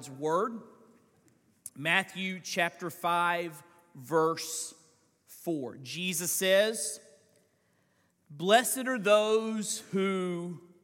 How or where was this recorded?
large echoing room